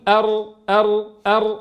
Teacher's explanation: ينبو به اللسان نبوة واحدة وارتفاعة واحدة · Term: صفة التكرير